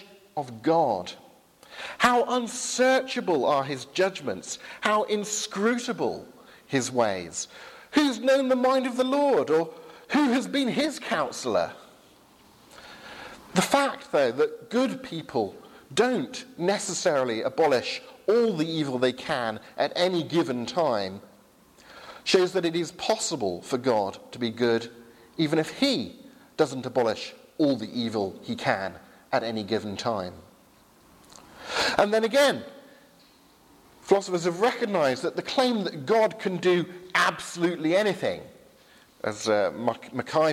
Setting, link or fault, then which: setting, large echoing room